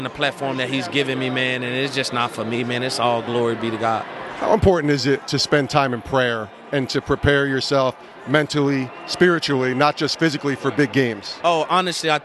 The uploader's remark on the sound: Interviews LIVE from Super Bowl LVIII in Las Vegas. Sports Spectrum is LIVE from Las Vegas, Nevada covering Super Bowl LVIII.